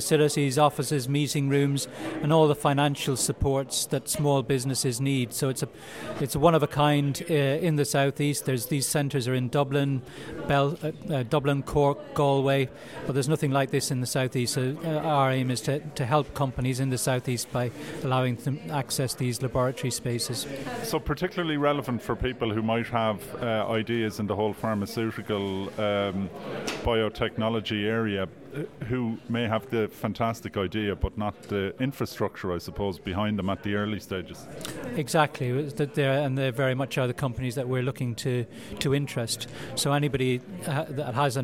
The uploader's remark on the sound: Amplitude 2019 - The Conference. Attended the conference on Wednesday 6th November and while there he spoke with a number of guests who were in attendance.